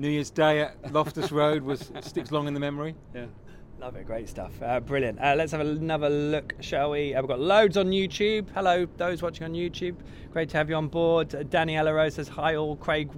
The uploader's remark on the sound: LIVE from The Railway Tavern in Dereham. All Canaries supporters are welcome every week to pop along to the pub and have their say live on the show.